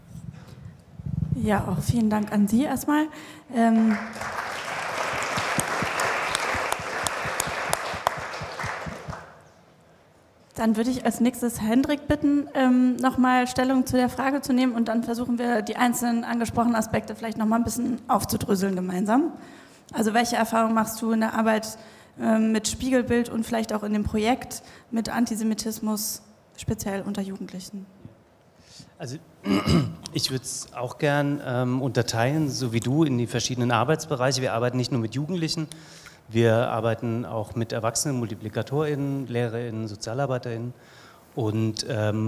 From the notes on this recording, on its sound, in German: Dies ist der Audiomitschnitt der 7.11.2019 in Wiesbaden geführten Podiumsdiskussion